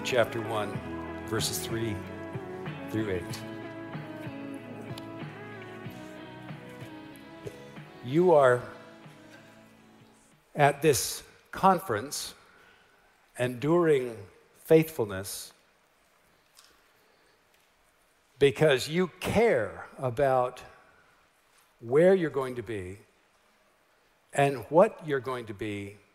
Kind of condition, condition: setting, live audience